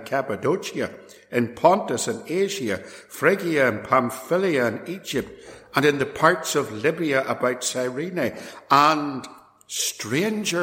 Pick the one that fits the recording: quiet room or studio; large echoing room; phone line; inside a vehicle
large echoing room